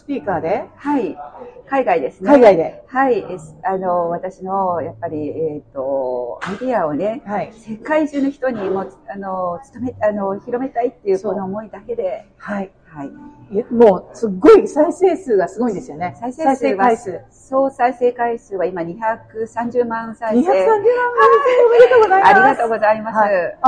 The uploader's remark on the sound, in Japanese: カフェでの収録のため聞きずらいところがございますが、何とぞご了承ください。